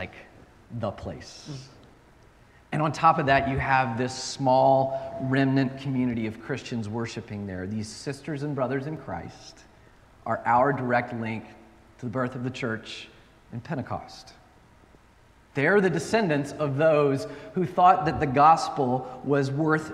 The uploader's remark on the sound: at Northwest Presbyterian Church in Atlanta